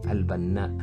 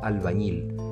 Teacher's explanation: la transformación de A en I por el fenómeno denominado imala, típico del árabe andalusí